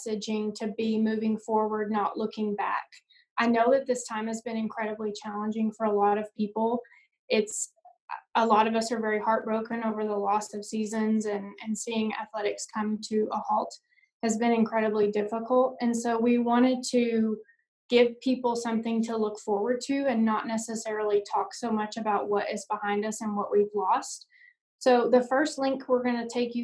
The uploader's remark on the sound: joined me for an small college AD Zoom conversation